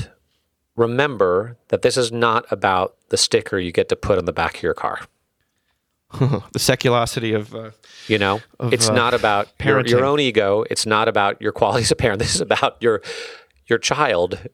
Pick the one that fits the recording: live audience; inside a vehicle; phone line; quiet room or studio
quiet room or studio